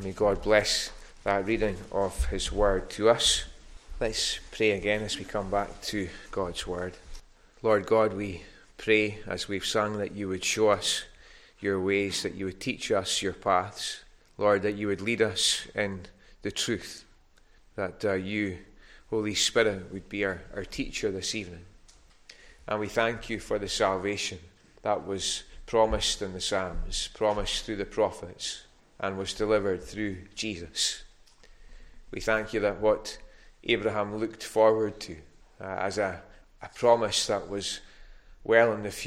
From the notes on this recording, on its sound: recorded at North Harris Free Church on the evening of Sunday 13th November 2022.